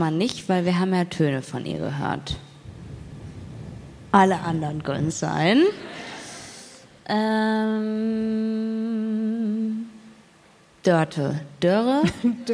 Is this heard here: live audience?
yes